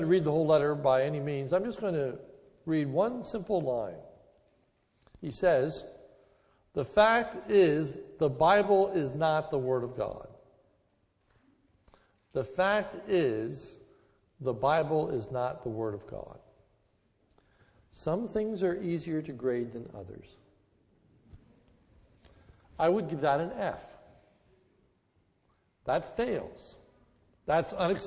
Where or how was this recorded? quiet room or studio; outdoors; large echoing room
large echoing room